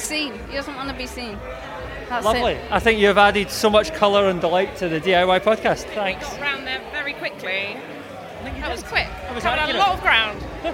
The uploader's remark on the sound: This episode comes to you recorded live from brand new South London venue Omeara, where DIY took over the place to launch our top picks for 2107.